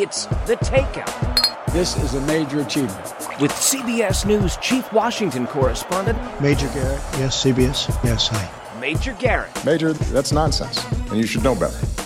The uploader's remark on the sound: at Unconventional Diner in Washington, DC